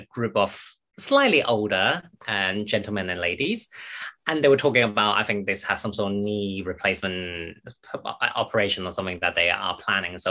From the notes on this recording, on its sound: The webinar was recorded in July 2022.